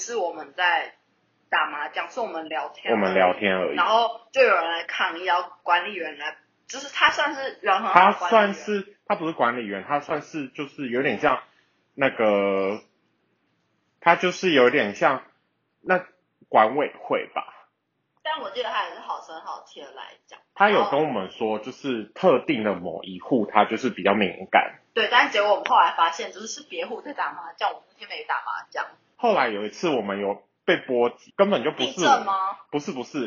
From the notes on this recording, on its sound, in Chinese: 第一次的試錄，有一些音質上的瑕疵煩請見諒～。